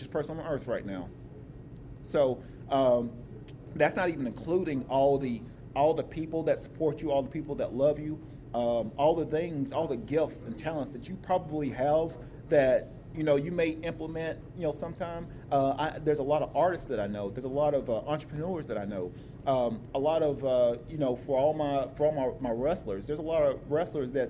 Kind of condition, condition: setting, busy venue